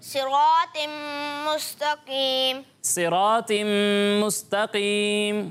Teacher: یہاں صاد ہے حروف مستعلیہ میں سے ہے اور یہ قاف بھی حروف مستعلیہ میں سے ہے دونوں کو آپ نے پر پڑھنا ہے باریک نہیں پڑھنا